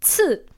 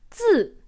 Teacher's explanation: One quick way to test yourself with the sound is to hold your hand in front of your mouth. If you can feel a puff of air, then you've just made the sound ci. · Shown in: first take · Ci. If you don't feel any puff of air, then you're making the sound zi.